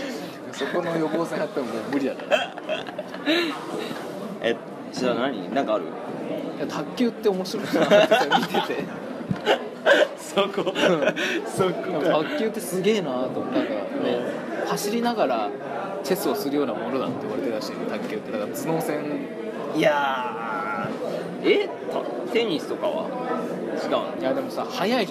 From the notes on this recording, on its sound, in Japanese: 食堂で収録をしていたのですが、隣の女学生が元気よく麺を啜っている音が入っています、ごめんなさい。